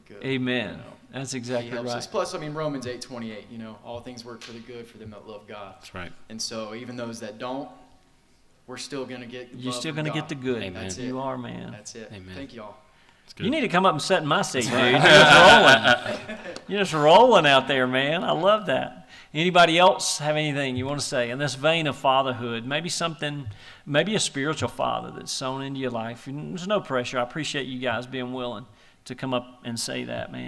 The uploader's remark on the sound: The Be The Man Podcast went LIVE at Trinity of Fairview!